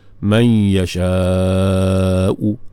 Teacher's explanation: Dan juga wajah yang lagi 2 wajah, boleh dengan wajah raum, dia panggil man yasha. U tu kita sebut 1 per 3 aja, sikit saja kita sambak, ambil sikit baris dia, sebut dalam keadaan almah lah.